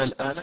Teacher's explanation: عندنا ألف جاء بعدها حرف ساكن وهو اللام، إذا تمد بمقدار حركات ست. · Term: المد اللازم الكلمي المخفف